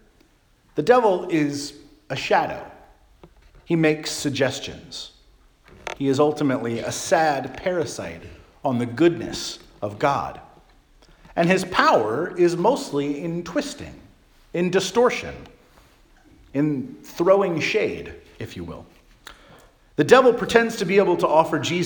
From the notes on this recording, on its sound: Charles Anglican Cathedral, Bremerton, WA.